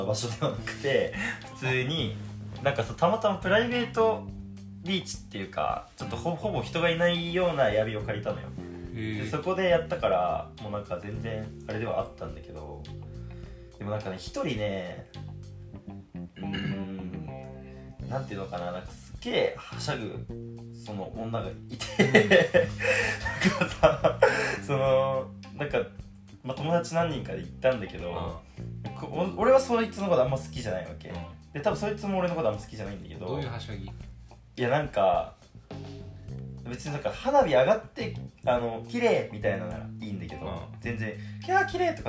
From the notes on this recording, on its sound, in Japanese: ビーンバッグに乗って収録をしたせいで、豆が擦れる音がたくさん入ってしまっている。宅配便がきたところをカットしなければならなかった。